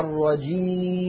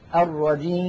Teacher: سددت الأنف الآن ولم يتغير الصوت، فنطقنا كان بياء صحيحة خالية من الغنة · Shown in: first take · أما لو قلنا الرجيم نلاحظ بأن الصوت يختل بسبب سد الأنف وفتحه.